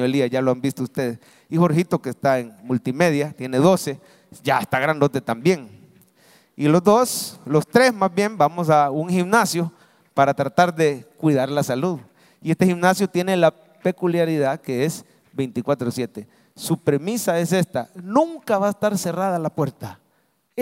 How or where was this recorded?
large echoing room